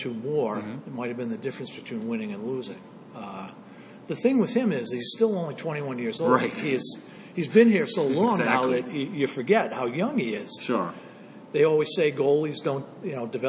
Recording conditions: busy venue